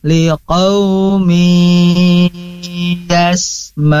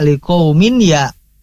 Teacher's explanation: Idgham bi gunnah, maka harus ditahan. · Shown in: first take